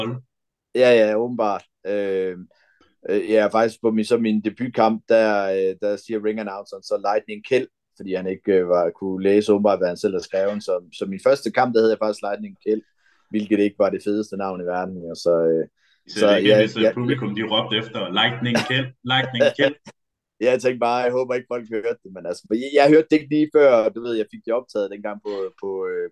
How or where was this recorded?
video call